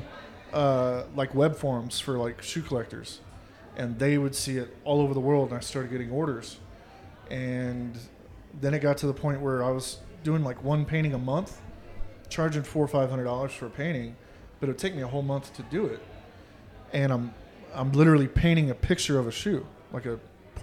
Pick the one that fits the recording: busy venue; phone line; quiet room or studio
busy venue